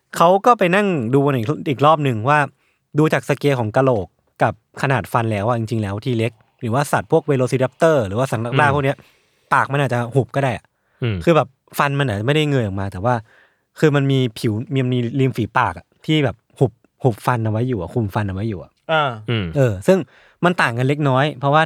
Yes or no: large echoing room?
no